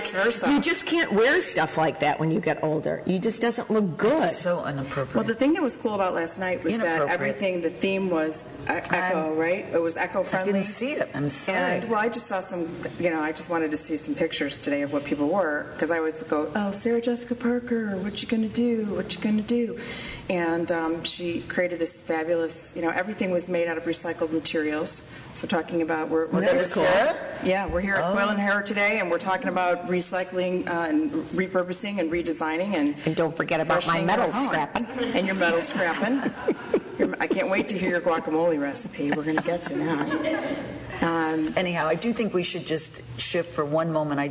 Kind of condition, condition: setting, busy venue